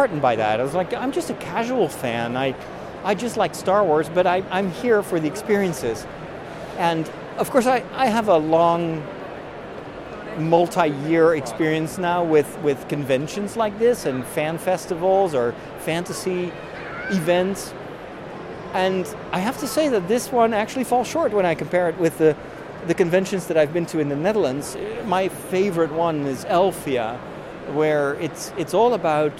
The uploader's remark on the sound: Live From London: The Star Wars Celebration 2023! In this special live episode of The Break, I take you on a tour of the convention floor at the Star Wars Celebration 2023!